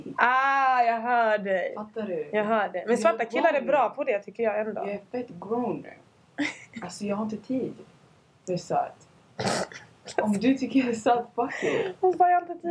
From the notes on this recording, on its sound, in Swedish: ljudet är av sämre kvalitet i det här avsnittet, ber om ursäkt